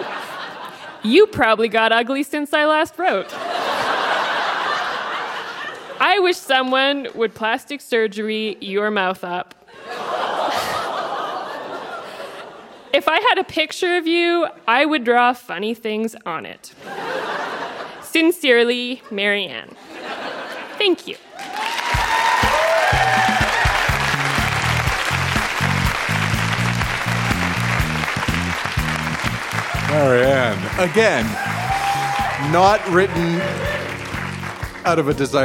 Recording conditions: live audience